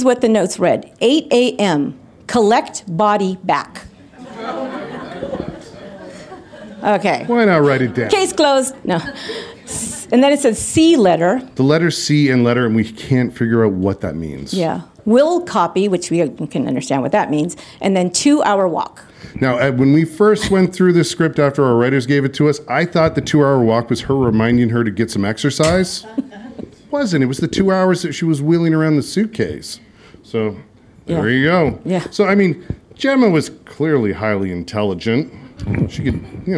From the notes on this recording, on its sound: LIVE at CrimeCon London. LIVE FROM U.K.